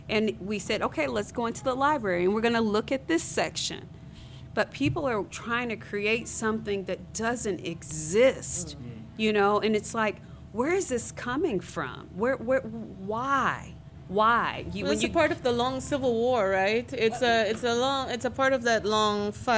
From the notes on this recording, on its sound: Undisciplined comes to you live from Aki'bart Gallery in Fort Smith, Arkansas